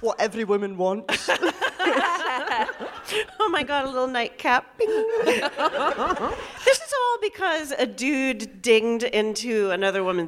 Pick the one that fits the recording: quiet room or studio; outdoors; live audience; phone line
live audience